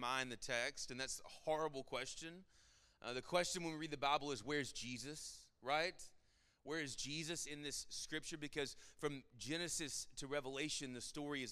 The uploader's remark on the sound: Sermon Audio from our Worship service